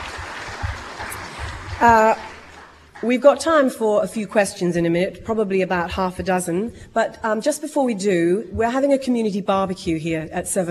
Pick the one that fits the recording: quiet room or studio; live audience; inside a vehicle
live audience